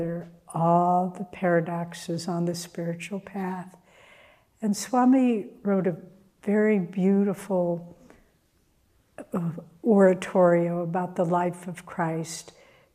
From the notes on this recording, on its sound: Sunday Service talk. Recorded at Ananda Village on June 11th 2023.